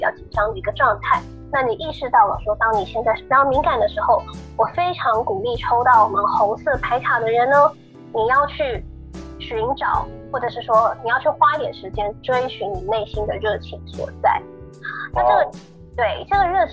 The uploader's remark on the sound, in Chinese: 本集節目採用遠端錄音，音質不佳請見諒